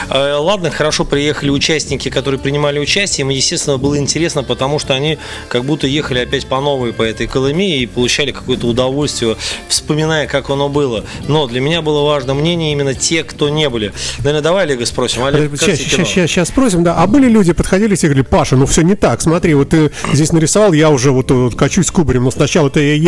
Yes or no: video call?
no